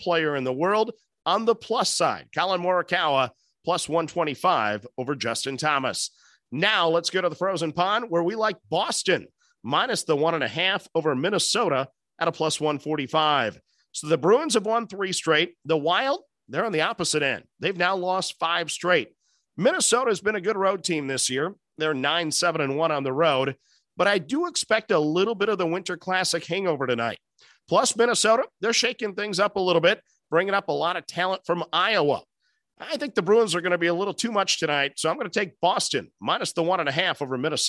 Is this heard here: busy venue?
no